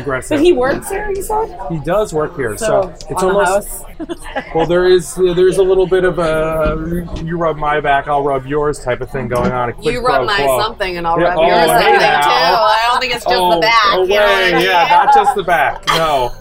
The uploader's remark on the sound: LIVE from Mad River in NYC. Live at his bar, Mad River, in the Upper East Side of New York City.